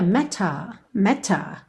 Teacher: num sotaque mais britânico a gente teria matter, matter, ok? O T bem marcadinho.